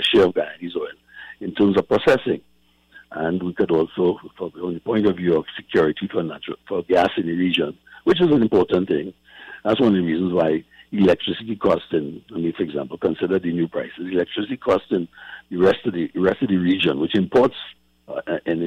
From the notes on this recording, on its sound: During this hour we take calls from our audience